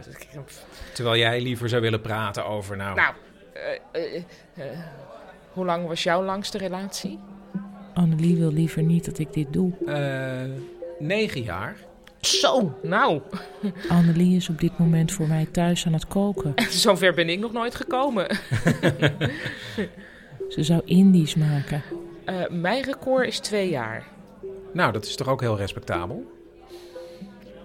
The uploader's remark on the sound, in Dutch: Op het festival speelden we het live voor een publiek waarbij we rode en blauwe koptelefoons uitdeelden. Hierop waren extra geluiden en gedachten te horen. Voor deze aflevering hoor je als luisteraar het theaterstuk zoals dat via een blauwe koptelefoon te horen was.